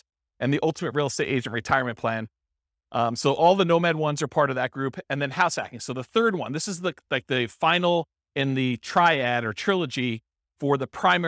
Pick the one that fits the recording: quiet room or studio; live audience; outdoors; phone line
live audience